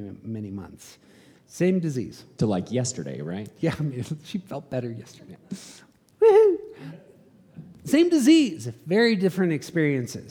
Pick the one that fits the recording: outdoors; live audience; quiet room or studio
live audience